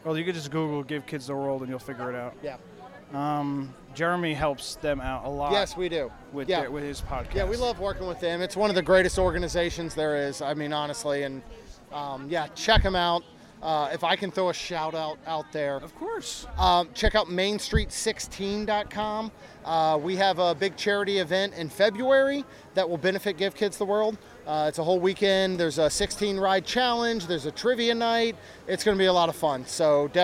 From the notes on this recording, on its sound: This is a show recorded live inside EPCOT, taking in the sounds and details of this special day.